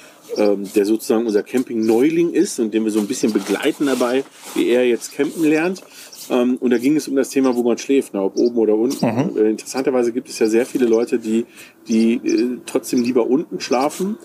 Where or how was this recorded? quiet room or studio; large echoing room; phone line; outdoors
outdoors